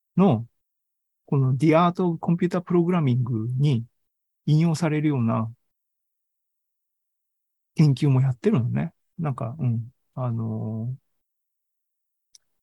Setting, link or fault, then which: link, video call